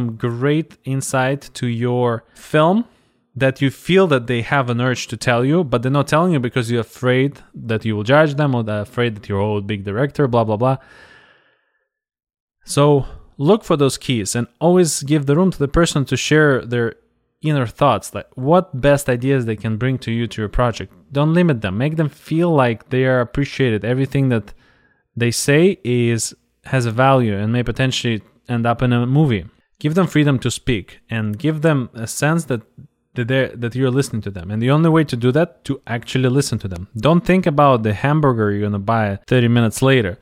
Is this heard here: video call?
no